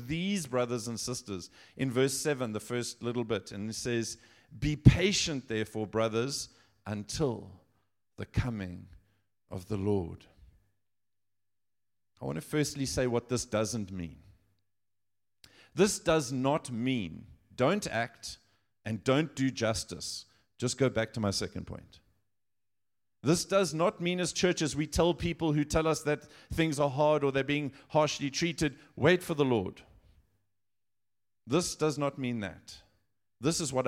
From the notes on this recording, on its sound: Audio session recordings from the recent Advance Africa Leadership Conference, which took place in JHB, South Africa.